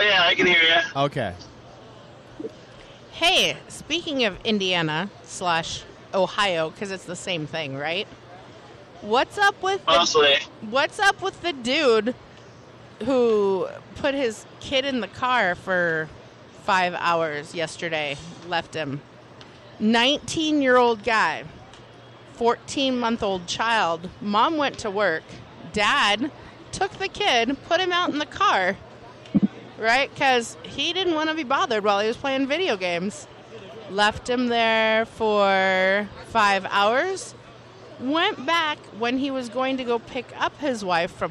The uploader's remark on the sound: Wisecrackin' Live from the State Fair! Are out at the ol Great Minnesota Get Together hanging out in the Independence-Alliance Party of Minnesota tent.